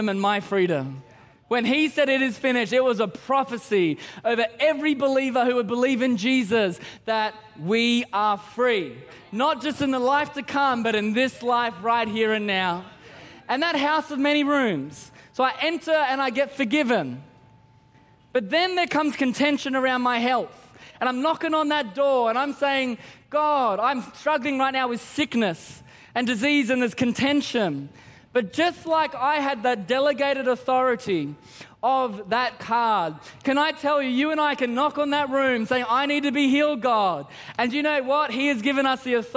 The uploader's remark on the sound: Christmas At C3 Powerhouse. Recorded during our 9am service on Sunday, the 17th of December 2023.